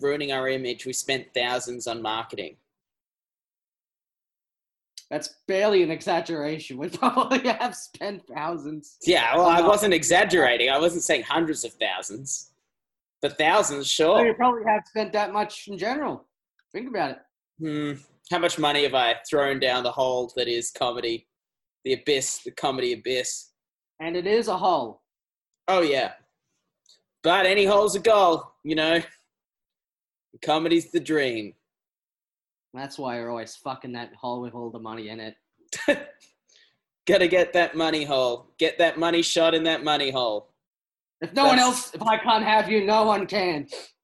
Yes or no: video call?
yes